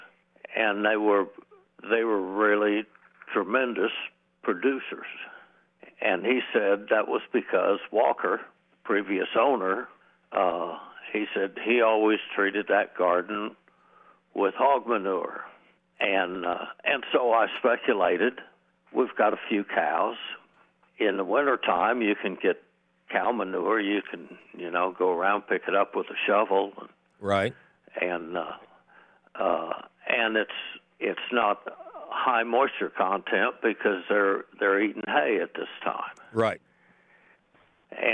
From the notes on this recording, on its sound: your fabulous phone calls!